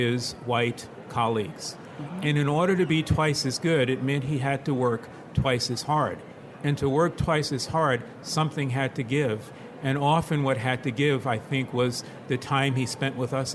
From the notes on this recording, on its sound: This episode of Editors Unedited was recorded live on the ALA 2019 show floor.